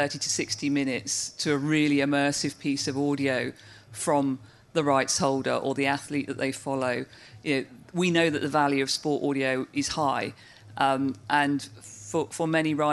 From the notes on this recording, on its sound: LIVE from The Podcast Show 2022. We take a trip down to London. Hosted a panel of experts.